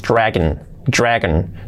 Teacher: Esa ON tiende a hacerse una E, un poquito de dragon.